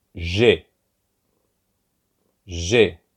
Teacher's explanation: you're not going to use that kind of harsh D that you would in English